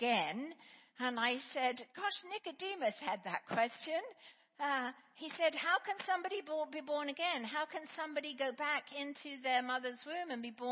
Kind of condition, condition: setting, large echoing room